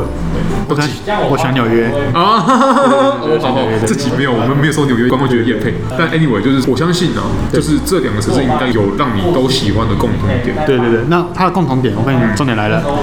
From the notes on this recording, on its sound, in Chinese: 本集白噪音指數：北風級 4/5。當各自杯中的肉桂咖啡及西西里咖啡越變越少、周遭賓客的嗓門越來越大聲、壓縮咖啡機的聲音也越來越猖狂之際。錄音地點： Maven Coworking Cafe。